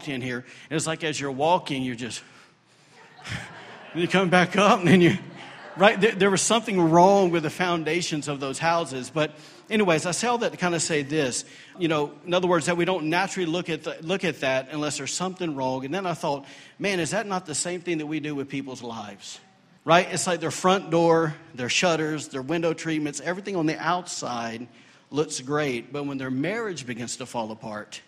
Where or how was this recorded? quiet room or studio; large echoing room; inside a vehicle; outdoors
large echoing room